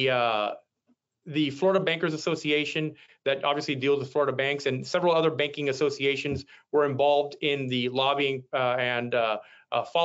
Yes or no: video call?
yes